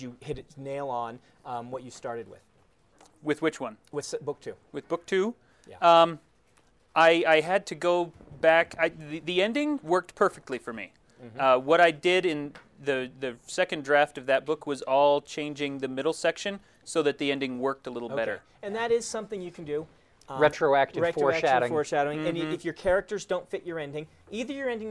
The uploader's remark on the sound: recorded live at Dragon's Keep